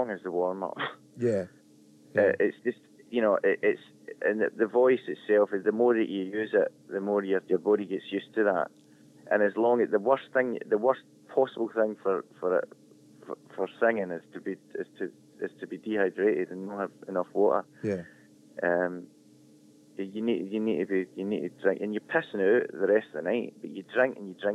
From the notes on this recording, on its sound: phone interview